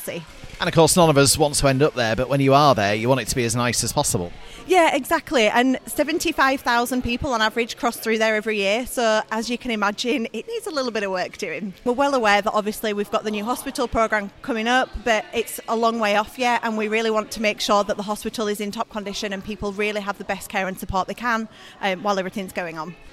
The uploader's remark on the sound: Highlights from our outside broadcast at the Airedale Hospital Charity's CPR-a-thon, held at Morrisons in Skipton on Saturday 17th February 2024.